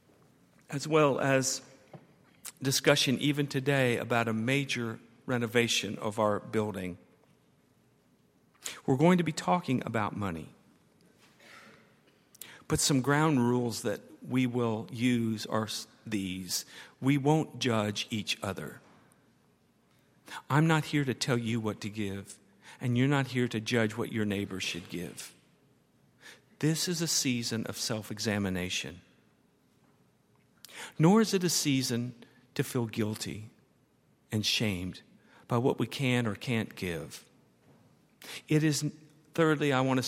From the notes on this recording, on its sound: at Highland Baptist Church